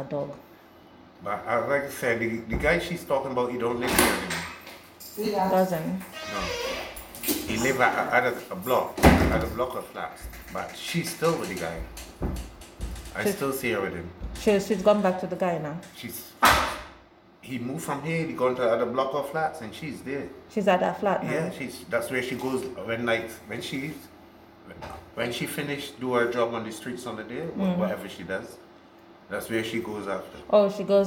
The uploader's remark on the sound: This was an impromptu recording so has some background interruptions due to everyday living that could not be helped.